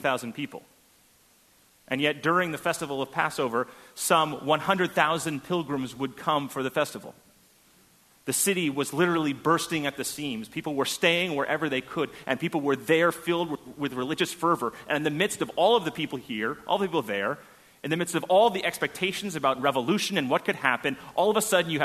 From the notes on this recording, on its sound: At First Congregational Church of Houston.